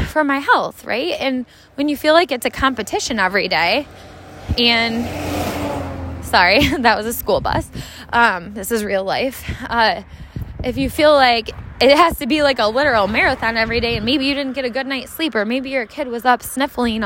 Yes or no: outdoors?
yes